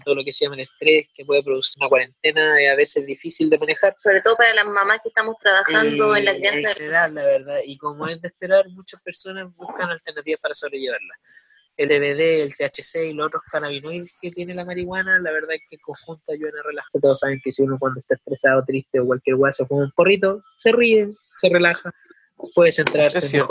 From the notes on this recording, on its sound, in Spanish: O intentando grabar por zoom. Capítulo especial....con sonido especialmente malo xD. Intentamos grabar por zoom y el contenido nos quedo super bueno!....aunque la calidad del capítulo no lo es tanto.